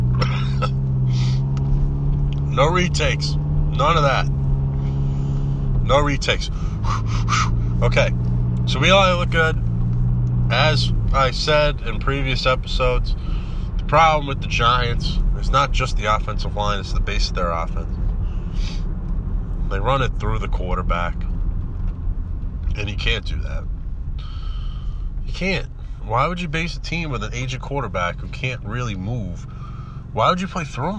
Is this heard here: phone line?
no